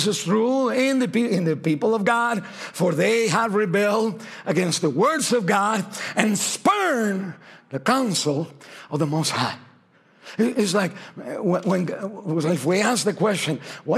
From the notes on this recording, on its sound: This message was originally preached at Highpoint Church on Sunday, November 26, 2023